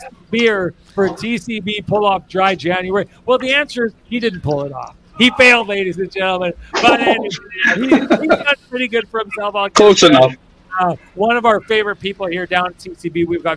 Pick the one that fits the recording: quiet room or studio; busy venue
busy venue